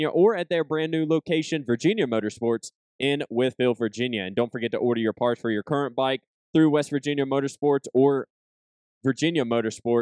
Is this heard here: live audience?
no